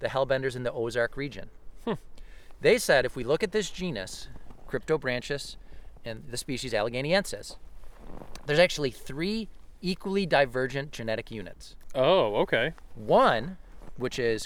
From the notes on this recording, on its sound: This episode was recorded on January 22, 2022 at Chestnut Ridge County Park in Orchard Park, NY.